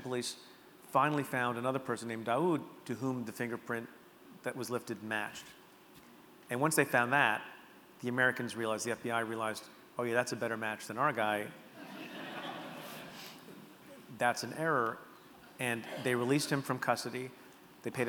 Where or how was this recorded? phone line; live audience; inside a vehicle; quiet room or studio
live audience